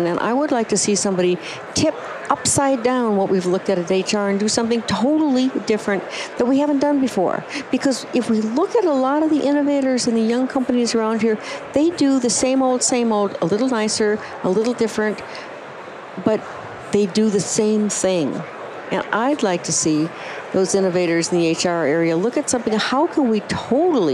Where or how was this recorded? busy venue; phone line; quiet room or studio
busy venue